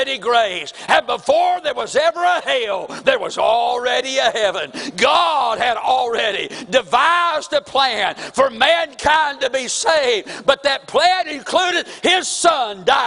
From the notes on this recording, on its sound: April 9, 2023 Sunday morning service preaching from the pulpit of Woodland Baptist Church – Winston Salem, NC